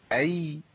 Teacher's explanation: اذا سكنت الياء مهم قوي ان انا ابين الرخاوه بتاعتها